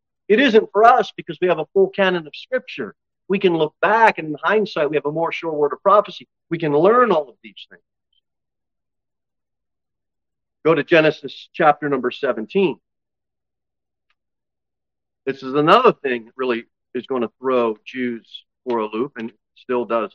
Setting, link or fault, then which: setting, large echoing room